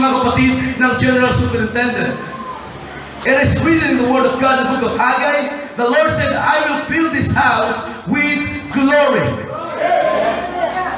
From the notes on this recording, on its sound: Preached on a Pentecost Sunday celebration 2016.